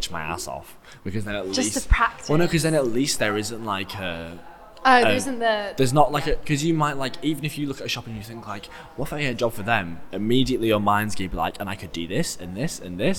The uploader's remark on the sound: Thank you to the Old Red Bus Station for letting us record in their upstairs cantina!